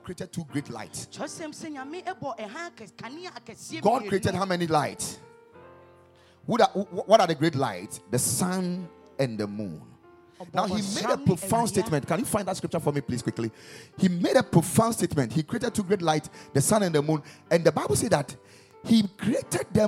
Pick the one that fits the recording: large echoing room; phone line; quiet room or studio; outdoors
large echoing room